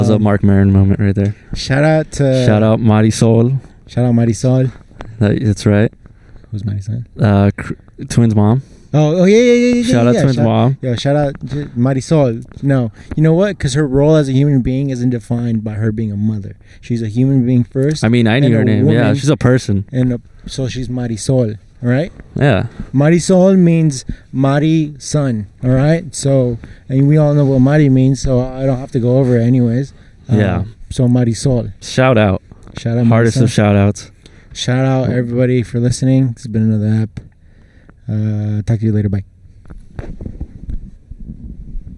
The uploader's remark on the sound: Quarantine and Pod (outside Costco). Yup, we sat outside Costco to pod.